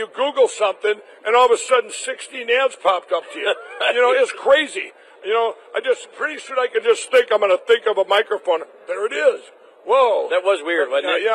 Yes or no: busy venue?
yes